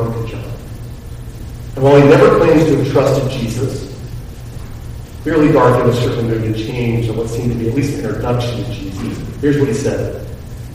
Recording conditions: poor sound quality